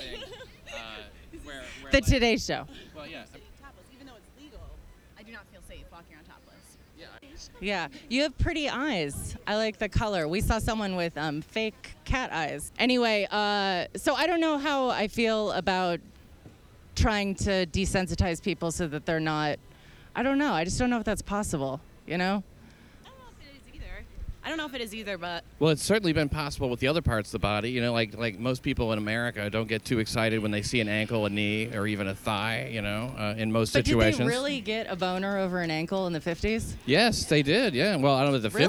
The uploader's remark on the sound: GoTopless Day - ON LOCATION. March topless from Columbus Circle through Times Square and finally to Bryant Park where they congregate in a topless rally. Agreed to meet up and go to Columbus Circle to walk along, talk to some of the paricipants.